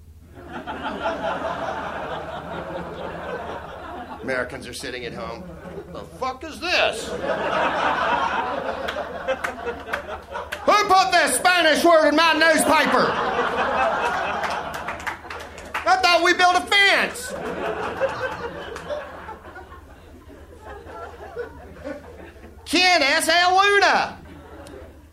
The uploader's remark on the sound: Live from the Soho Theatre in London